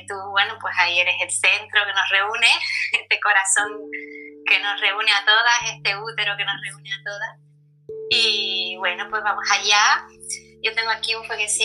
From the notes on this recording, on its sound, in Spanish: Charla vía Streaming, Instagram Live